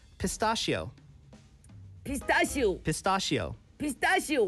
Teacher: 이 중간에 이 STA, 스타를 가장 강하게 해야 돼요.